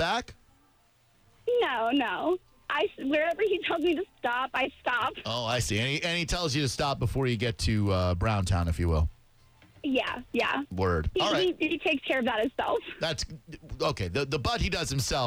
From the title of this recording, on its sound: on the phone